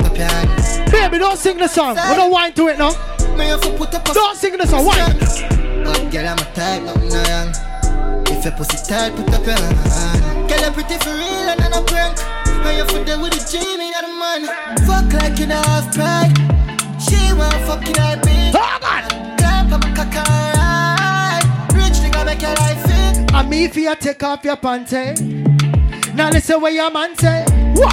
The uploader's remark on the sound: Live Audio Recording From RecklessLDN Free Party